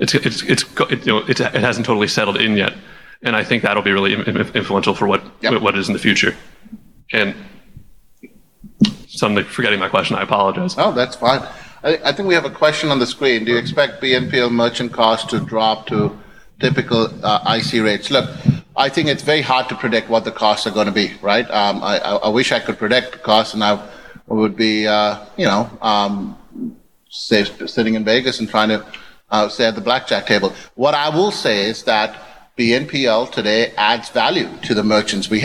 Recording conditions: live audience